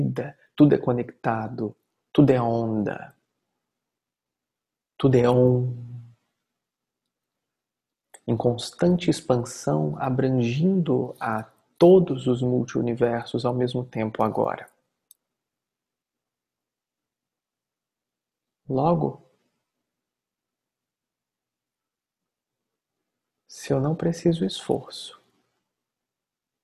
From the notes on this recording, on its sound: Online via Zoom